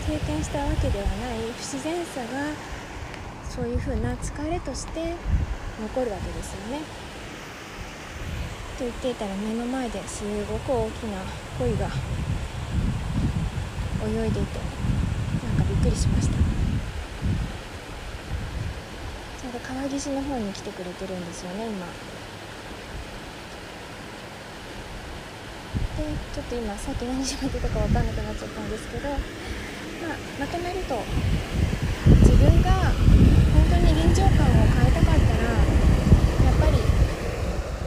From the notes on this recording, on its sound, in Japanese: 今回は川沿いを歩きながら。マイクが水音をかなり拾ってしまったので、イヤホンで聴くとうるさく感じるかもしれません。